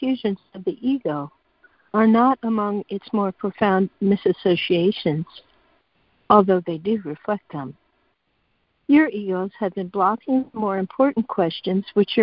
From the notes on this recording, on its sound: ACIM Daily Conference Call.